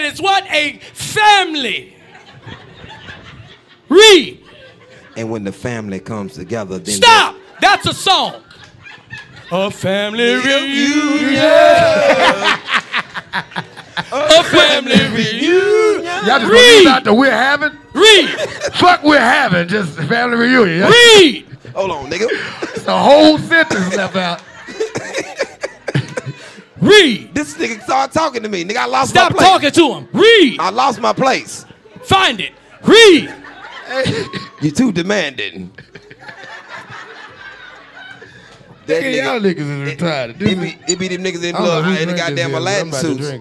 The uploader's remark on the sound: LIVE in Houston!